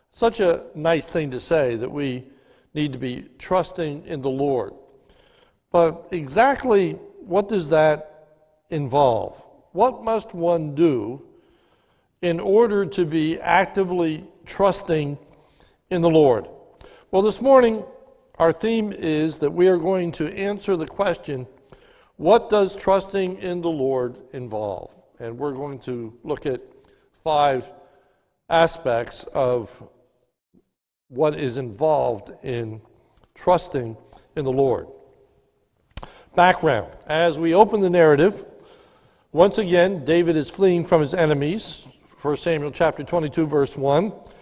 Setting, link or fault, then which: setting, large echoing room